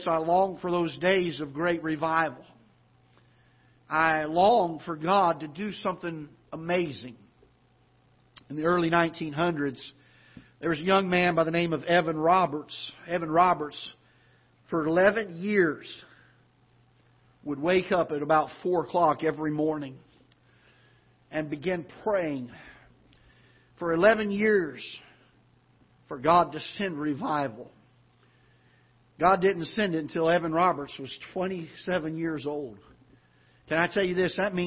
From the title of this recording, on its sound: Ketha Heights Baptist Church ~ Live Broadcast